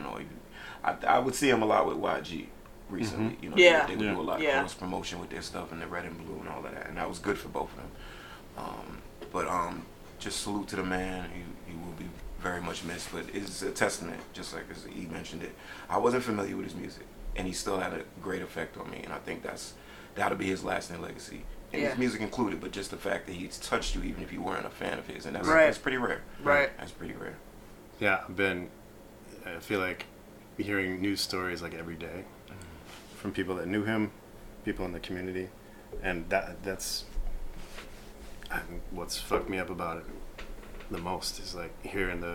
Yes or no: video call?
no